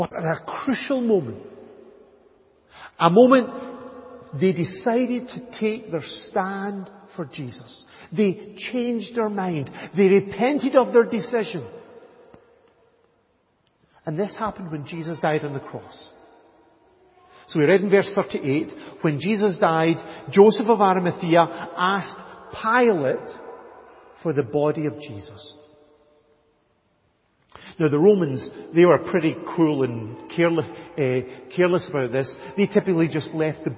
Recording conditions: large echoing room